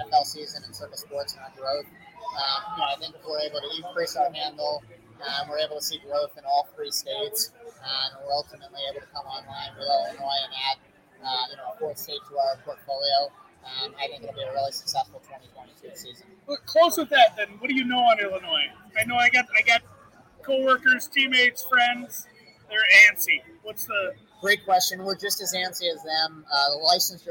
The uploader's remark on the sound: Are in Vegas to sign up for the Circa contest (apologies for the audio quality).